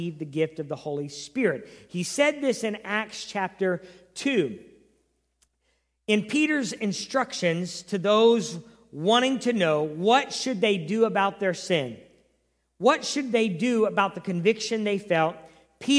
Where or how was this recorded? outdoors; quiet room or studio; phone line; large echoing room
large echoing room